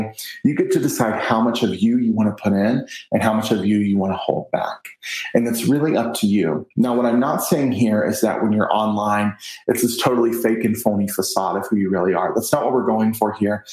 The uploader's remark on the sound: I recently had a virtual chat